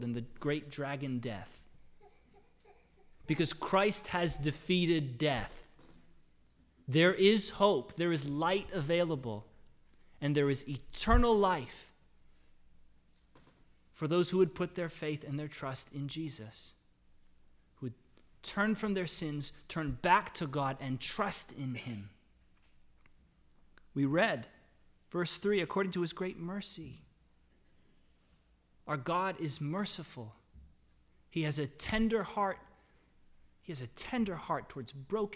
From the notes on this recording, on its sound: This is the audio from a memorial service